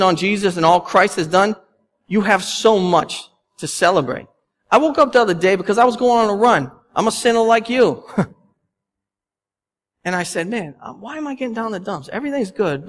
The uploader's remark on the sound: The sermon audio from our Palm Sunday service. At Restoration Road Church in Wakefield, Massachusetts.